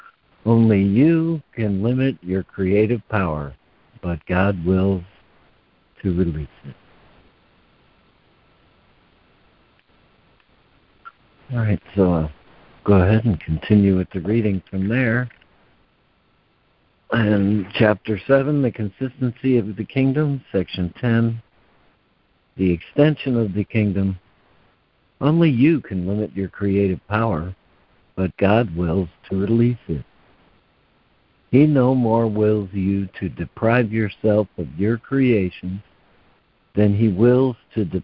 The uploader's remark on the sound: ACIM Daily Conference Call.